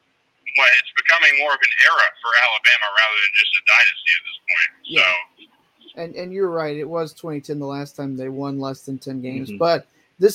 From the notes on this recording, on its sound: (via phone)